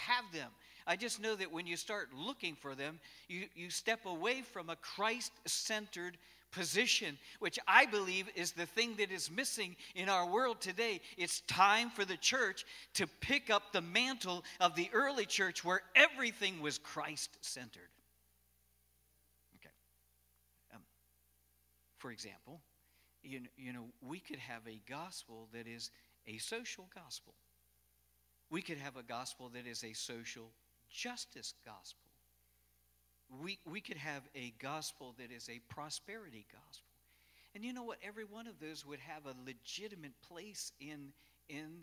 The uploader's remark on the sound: Cornerstone Fellowship Sunday morning service, recorded live at the church.